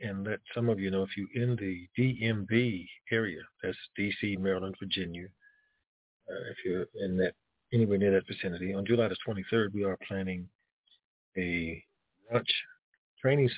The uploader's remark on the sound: TNTSuperfantastic Conference Call